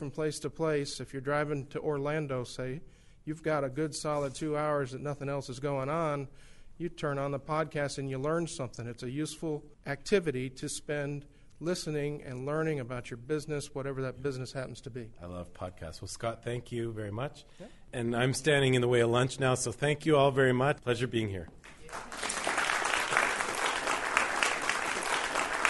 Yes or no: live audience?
yes